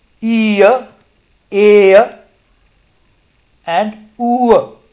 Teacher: So all of these three are centering diphthongs. They are initiated from the close or front close region, and then goes towards the center. So in the first case, ear, there is a centering diphthong that is initiated from close front location.